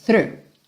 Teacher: tem que começar com a linguinha lá na pontinha dos dentes da frente, ó. Linguinha para fora da boca mesmo.